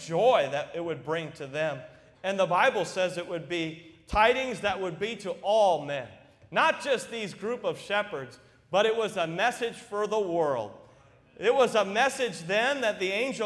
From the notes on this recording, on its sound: during the Wednesday Evening service on December 13, 2023, at North Valley Baptist Church in Santa Clara, California